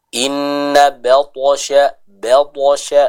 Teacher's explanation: Contohnya, inna batasya ba, bukan ba tapi ba ya. Jadi ba-nya harus tetap tipis, lalu to-nya dibaca dengan tebal sambil diqalqalahkan